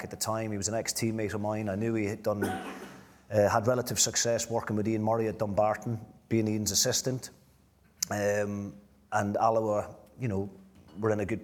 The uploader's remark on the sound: A live Q & A event. At DC Thomson HQ in Dundee.